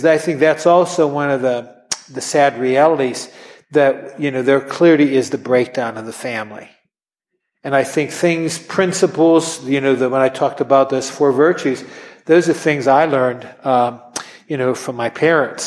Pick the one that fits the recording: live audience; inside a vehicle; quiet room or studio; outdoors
live audience